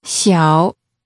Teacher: This word has a falling, rising tone.